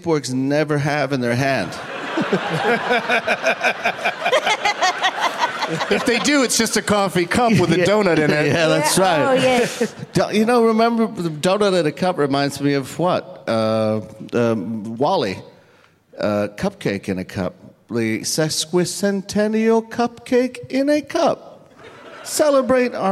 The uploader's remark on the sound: Live from Toronto's Just For Laughs festival